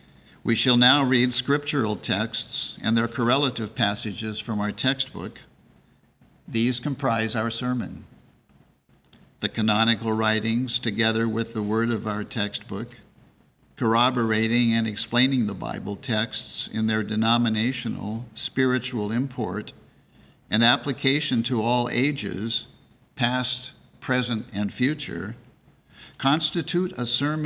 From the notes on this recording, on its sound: The Sunday service audio